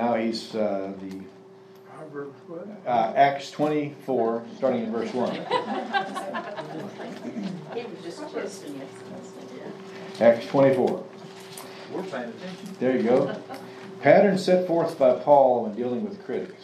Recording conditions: live audience